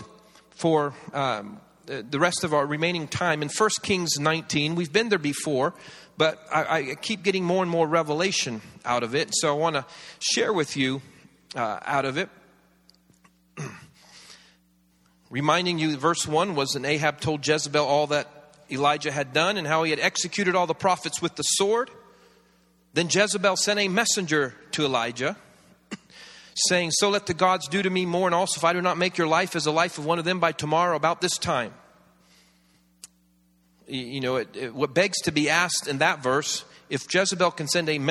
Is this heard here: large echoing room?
yes